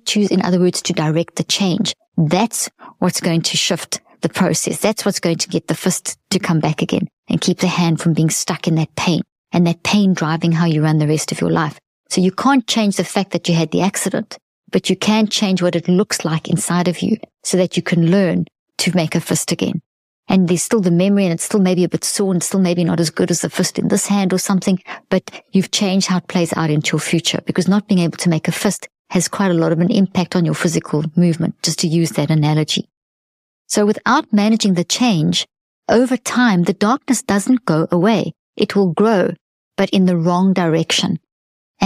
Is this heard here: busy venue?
no